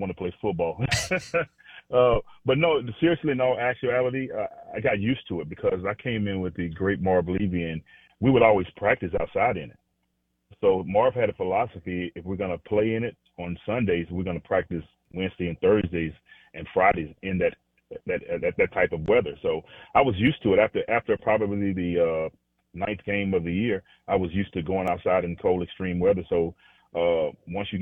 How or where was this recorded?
phone line